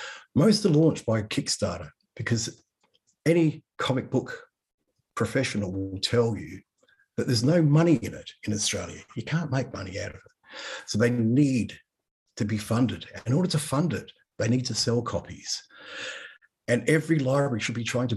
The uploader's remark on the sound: Our first live ALIA Graphic webinar. Will join us live from the US.